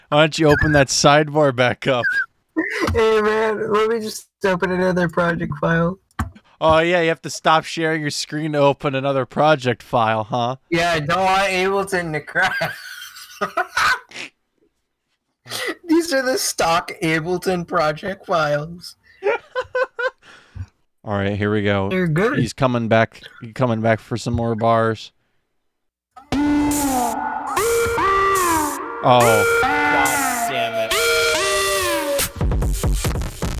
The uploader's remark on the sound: "it's all stock tracks through discord's terribly distorted screen sharing audio."